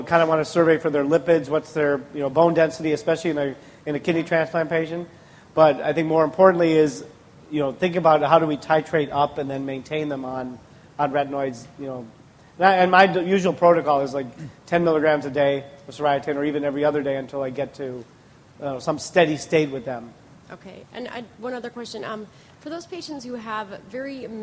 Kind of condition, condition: setting, live audience